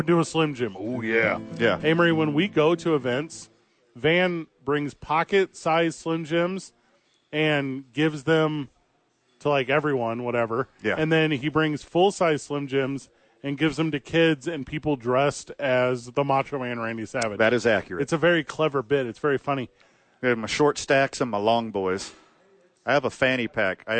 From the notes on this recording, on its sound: live from The YMCA